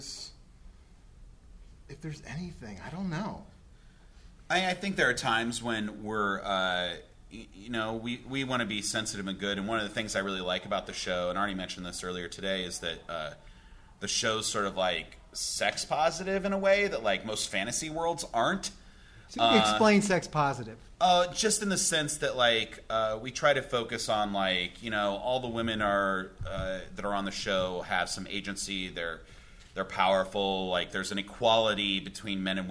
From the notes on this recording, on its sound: at the Chicago Improv Festival